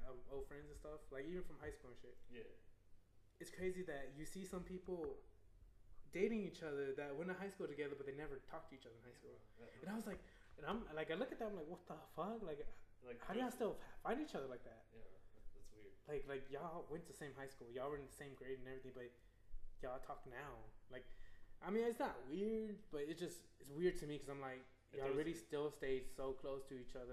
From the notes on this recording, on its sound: I’ve been editing tf out of this episode to make it sound a lil more solid. I’m messing with a few new editing tools so this may not be the same quality as the others.